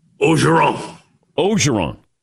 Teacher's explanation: it feels like they dropped the first R · Term: Cajun